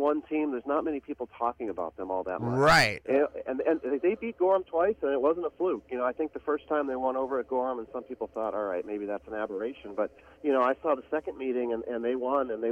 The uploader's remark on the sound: Are joined in the Spectrum Healthcare Partners Studios. Calls.